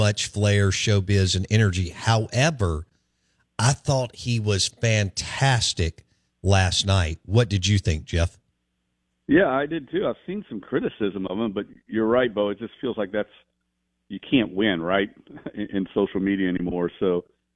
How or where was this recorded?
phone line